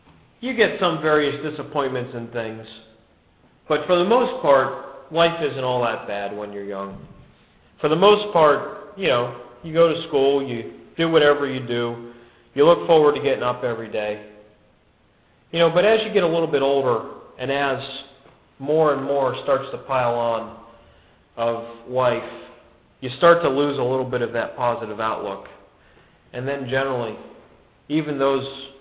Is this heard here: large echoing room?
yes